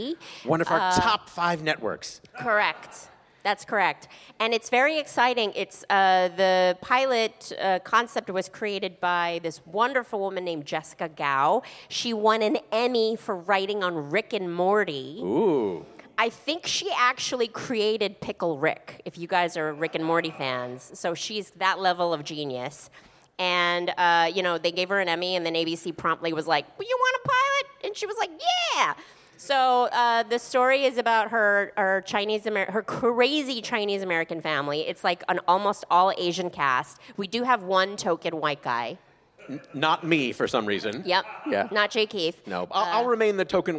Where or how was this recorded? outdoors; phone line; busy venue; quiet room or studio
busy venue